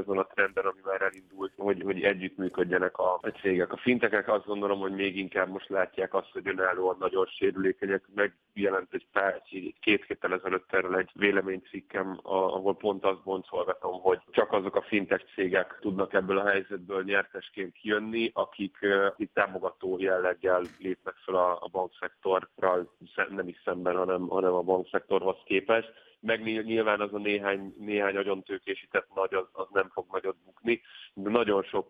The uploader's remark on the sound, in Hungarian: telefonos vendégei